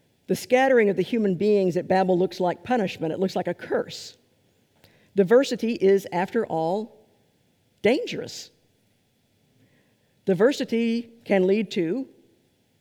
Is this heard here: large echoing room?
yes